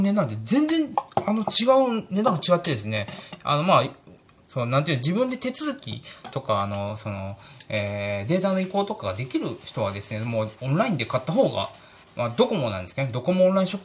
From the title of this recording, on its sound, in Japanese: 今日は洗い物しながら収録しました。